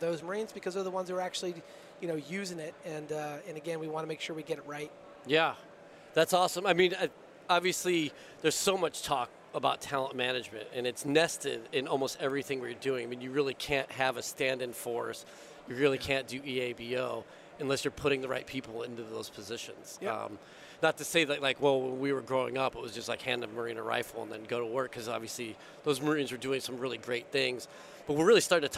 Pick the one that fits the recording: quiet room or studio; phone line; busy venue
busy venue